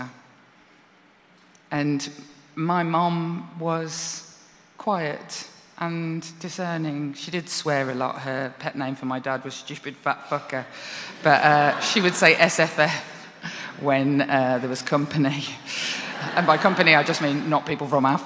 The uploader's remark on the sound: Recorded at 5x15 live in London at EartH Hackney on 8th October 2019.